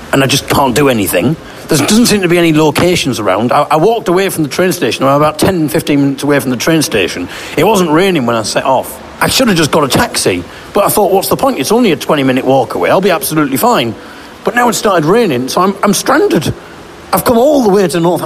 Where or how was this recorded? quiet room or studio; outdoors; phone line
outdoors